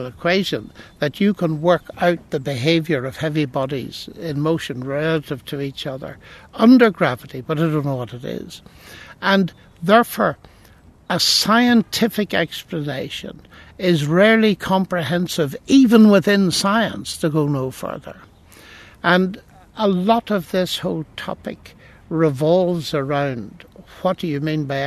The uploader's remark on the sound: Sits down for tea in the gardens of Green Templeton College. We sit down in the gardens of Green Templeton College.